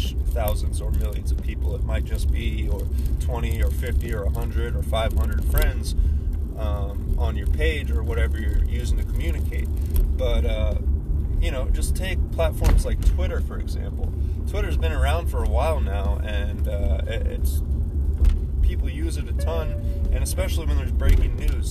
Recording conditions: background noise